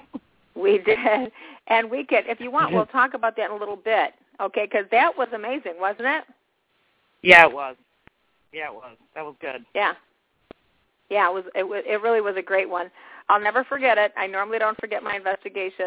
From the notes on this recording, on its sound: This is a live call in show